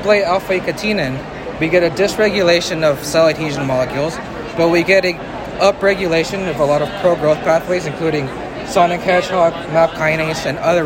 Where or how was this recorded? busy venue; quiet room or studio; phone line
busy venue